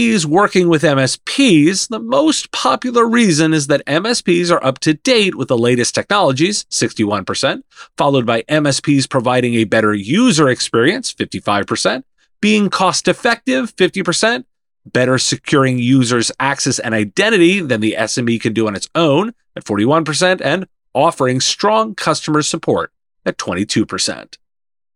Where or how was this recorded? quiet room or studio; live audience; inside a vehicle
quiet room or studio